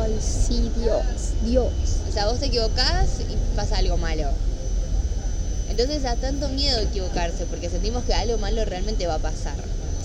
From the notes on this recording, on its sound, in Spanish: Perdón por el ruido infumable de fondo